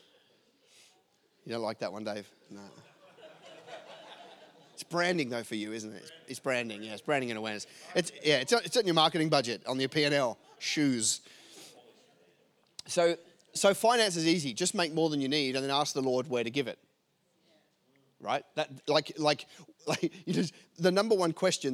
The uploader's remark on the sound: LIVE form Hope UC Newcastle